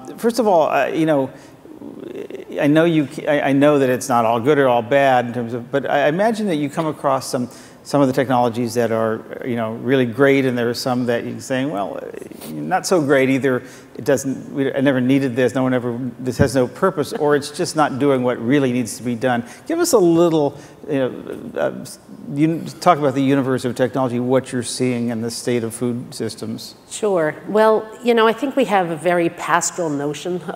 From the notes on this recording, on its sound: The best of live interviews from GreenBiz events.